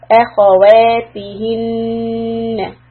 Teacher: make the خا heavy and then the vowel soft